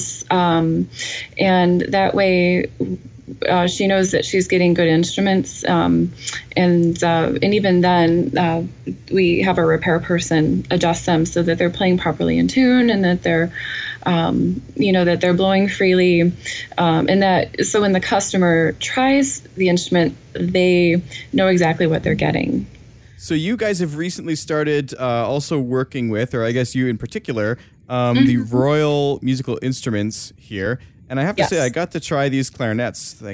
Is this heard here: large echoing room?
no